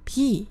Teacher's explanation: 这个松音呢，就是介于送气音和紧音之间，有点像送气音，但是又不送气的这样一个状态。那么秘密的第一个字是一个松音，所以说如果你把它念成 p 的话，送气的部分就太大了，还是要念成 p。我知道听起来效果可能还是很像，但是呢，注意一下，就是虽然听起来有点像送气音，但是是不送